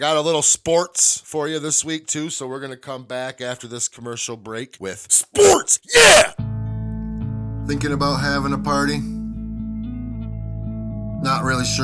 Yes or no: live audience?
no